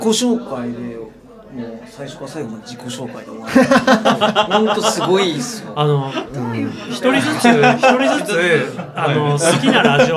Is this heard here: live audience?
yes